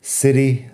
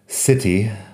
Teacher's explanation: la T es como suave como una D. Eso es típico en inglés americano. · Shown in: first take · Podría decir city, pero no me suena muy natural cuando lo digo yo así.